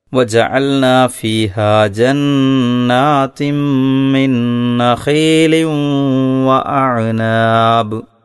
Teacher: മിൻ നഖീലിൻ എന്ന് കഴിഞ്ഞുള്ള ആ തൻവീനിനെ വാവിൽ ലയിപ്പിച്ചുകൊണ്ട് മണിച്ചു ഓതാനും ശ്രദ്ധിക്കണം.